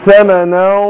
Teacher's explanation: فانا بخفي نون التنوين عند القاف · Term: اخفاء